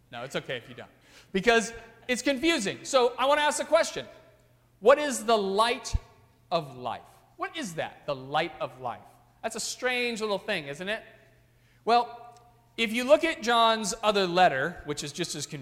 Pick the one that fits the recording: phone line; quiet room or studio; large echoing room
large echoing room